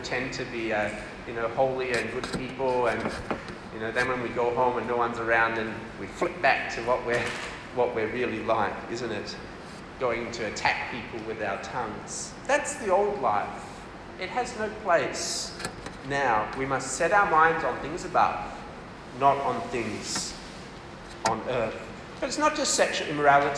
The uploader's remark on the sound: This talk was delivered for MCKL CF Camp in December 2023.